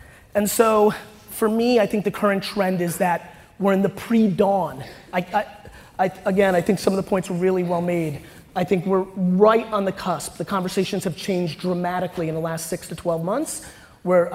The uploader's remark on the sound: Today’s episode is from a talk that I gave last month at the MediaLink conference.